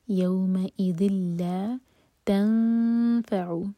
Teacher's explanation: آیہ نمبر 109, یوم اذ لا، ذال پر کسرہ کی تنوین، اس کے بعد لام، تو ادغام بغیر غنہ کے، تو نون کی آواز نہیں آئے گی